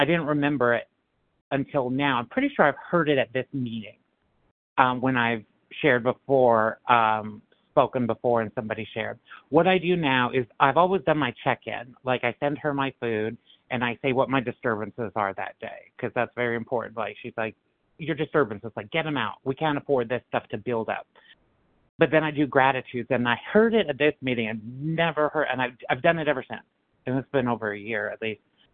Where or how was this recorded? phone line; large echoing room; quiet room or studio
phone line